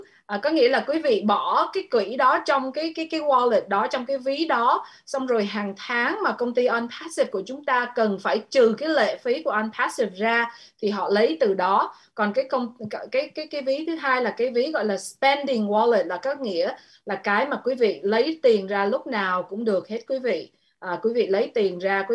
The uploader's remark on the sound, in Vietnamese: Zoom Onpassive ngày 21.08.2021